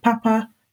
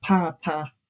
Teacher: papa, which has two high tones · Shown in: first take